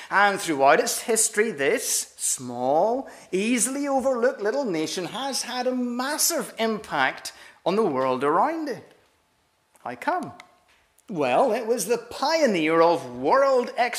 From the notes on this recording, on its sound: This is the recording of the Bible reading and talk from our missionary service on Sunday 2nd April 2023.